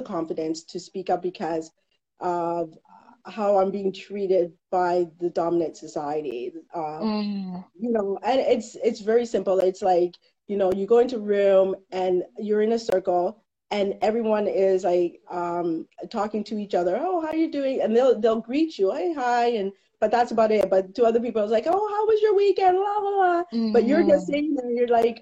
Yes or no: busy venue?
no